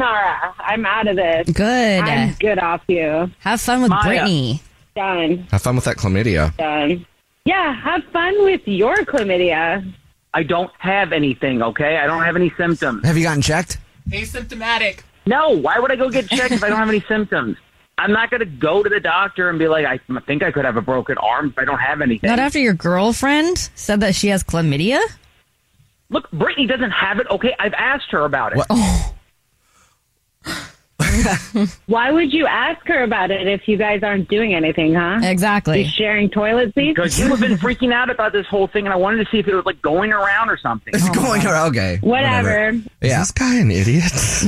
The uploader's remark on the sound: Is on the phone. The woman on the phone has a Dirty Little Secret she is keeping from her family about her new boyfriend.